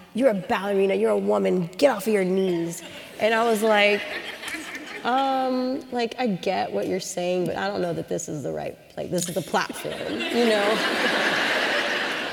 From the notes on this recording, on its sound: at UW’s Meany Hall on March 24, as part of UW Graduate School lecture series